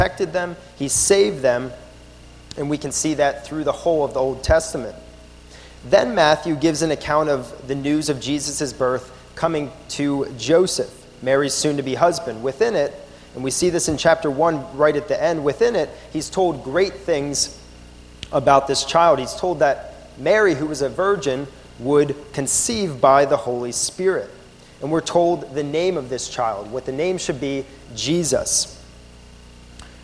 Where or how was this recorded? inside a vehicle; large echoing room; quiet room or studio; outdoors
large echoing room